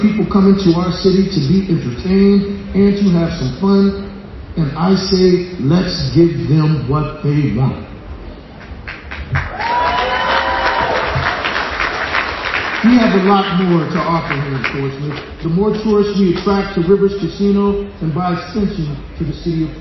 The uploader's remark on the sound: speech on the morning Rivers Casino opened its doors to the public